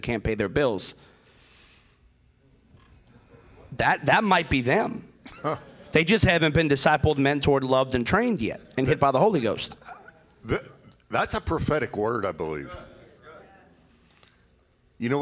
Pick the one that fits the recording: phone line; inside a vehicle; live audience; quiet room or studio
live audience